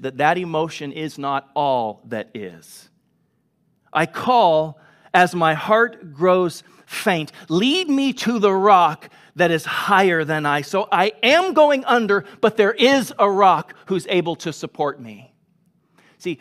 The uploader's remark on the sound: Delivered on 22 August 2021 at Grace Church of La Verne